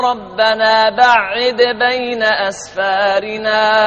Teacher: اقرأ بالقصر مع التشديد، قصر يعني بدون ألف، بعد وشدد العين للمرموز لهم بحق حق اللواء لهم أبو عمرو وابن كثير وهشام.